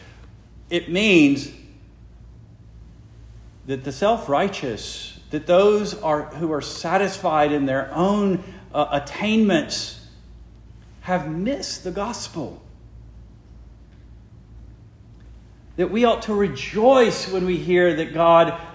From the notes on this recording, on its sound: Preached the morning of March 26, 2023, for the Heidelberg Presbyterian Church in Heidelberg, Mississippi.